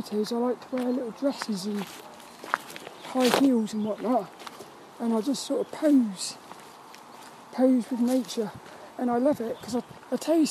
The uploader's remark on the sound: This Walk and Talk episode sees me walking around the local woods of Saltrum, while talking about random topics. Hope you enjoy the atmospheric sounds on this one.